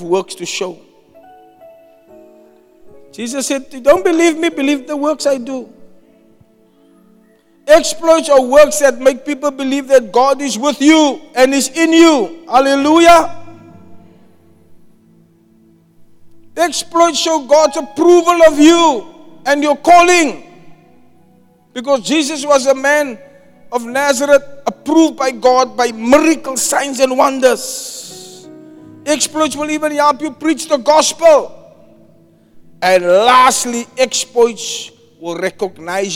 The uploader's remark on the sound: Preached at Zion Sanctuary, Cape Town on the 7th January 2024